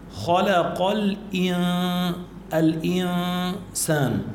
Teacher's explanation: الإنسان نون ساكنة وبعدها سين، في عنا إخفاء، في هون غنة